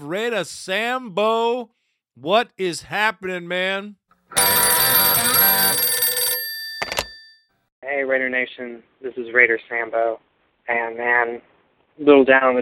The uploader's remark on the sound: Via "The Football Hour" segment on 95.7 "The Game" radio. On via telephone to tell his own story. We have included audio of all of this in this segment of the podcast.